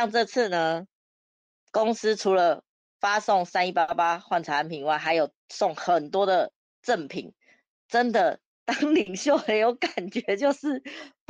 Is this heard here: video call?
yes